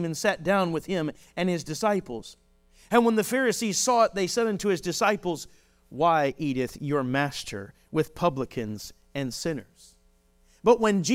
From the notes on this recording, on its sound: This message was delivered on December 31, 2023, during our morning service.